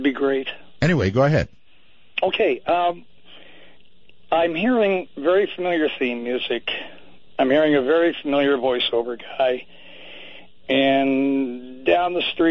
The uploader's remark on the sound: Callers phone in to midnight in the desert.